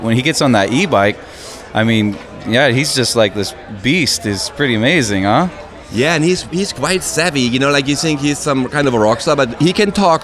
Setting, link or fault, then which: setting, busy venue